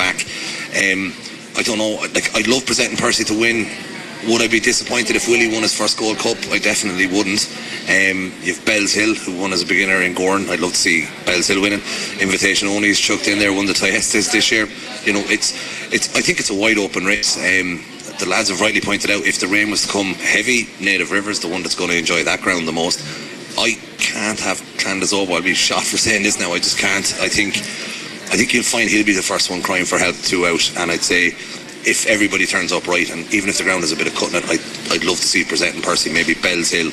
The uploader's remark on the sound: Originally broadcast live from Connolly's Redmills, Kilkenny, on Thursday 7 March 2019.